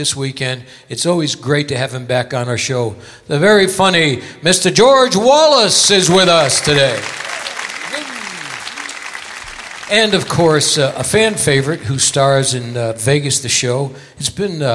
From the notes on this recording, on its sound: Live at the SouthPoint Casino